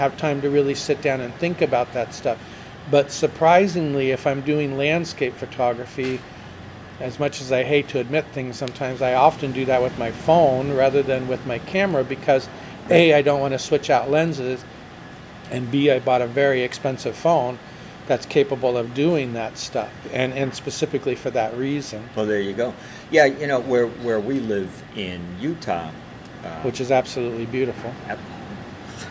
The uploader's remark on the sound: interview on location by the sea